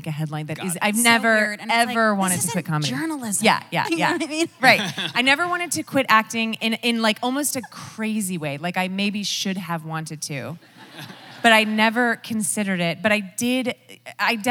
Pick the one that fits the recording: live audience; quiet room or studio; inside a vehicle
live audience